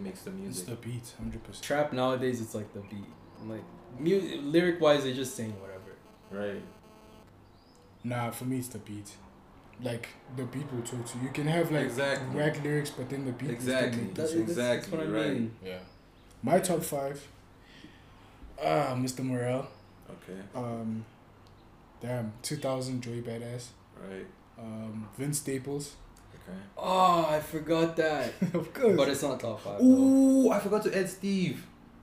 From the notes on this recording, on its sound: An all round funny discussion that was outside with the boys.